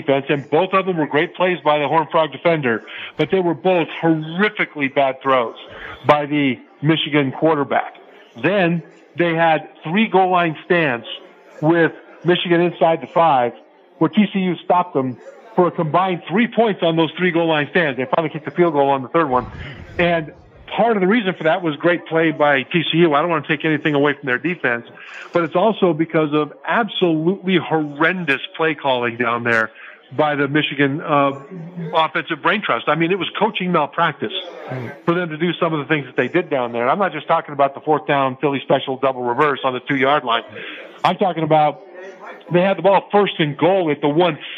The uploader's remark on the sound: Live from SoFi Stadium